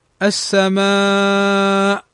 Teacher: أن يأتي الهمز بعد حرف المد في كلمة واحدة، فهذا يمد أربع أو خمس حركات وستا عند الوقوف. · Term: المد الواجب المتصل